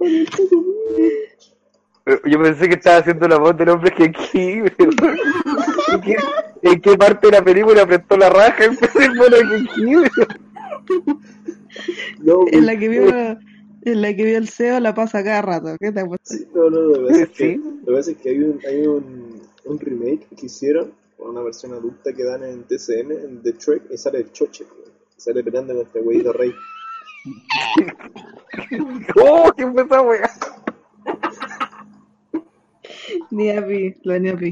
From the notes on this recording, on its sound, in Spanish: Audio caca. El audio es una soberana caquita.